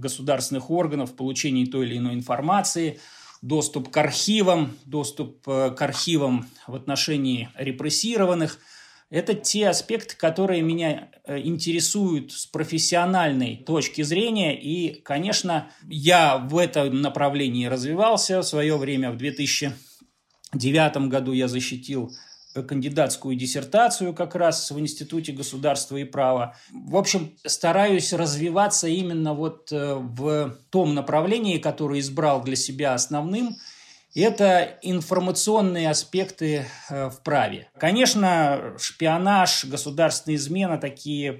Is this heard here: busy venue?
no